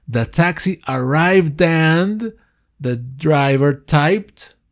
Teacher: Como tengo arrive y le sigue una vocal, ese d lo uno al and · Term: unión